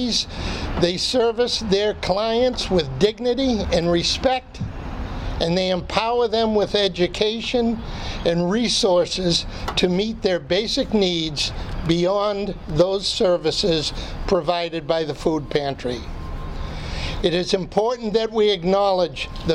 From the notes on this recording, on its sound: Grand Opening Ceremony held outside the new facility at 341 West Central Street. This session of the radio show shares the audio of the Franklin Food Pantry Grand Opening Ceremony held outside the new facility at 341 West Central Street.